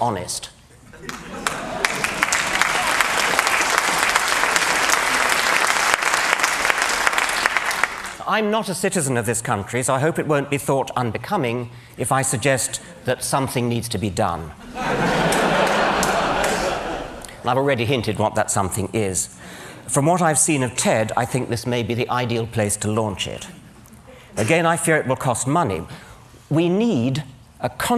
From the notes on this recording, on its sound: Drew strongly mixed reactions from the audience; some stood and applauded his courage.